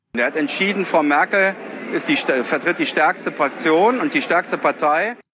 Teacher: Ich höre da auch so ein bisschen Staccato raus. Es ist für mich kein warmer, engagierter, vielleicht auch zielgerichteter Sprachfluss, sondern es ist so ein bisschen, ja, Staccato.